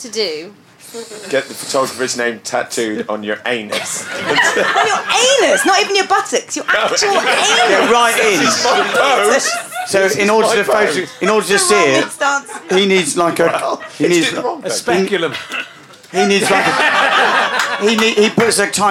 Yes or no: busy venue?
yes